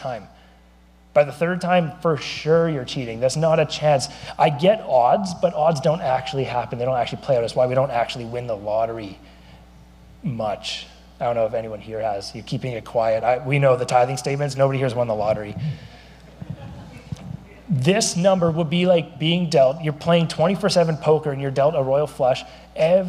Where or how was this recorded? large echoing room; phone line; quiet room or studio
large echoing room